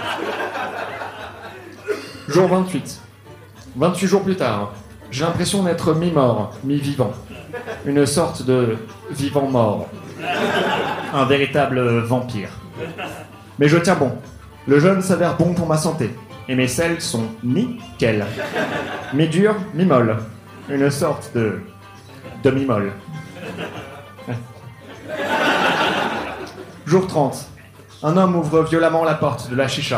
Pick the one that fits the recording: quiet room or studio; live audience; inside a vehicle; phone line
live audience